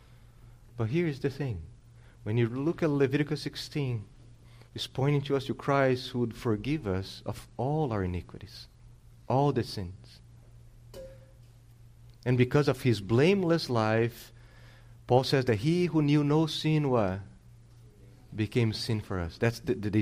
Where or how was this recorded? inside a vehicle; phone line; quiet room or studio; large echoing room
large echoing room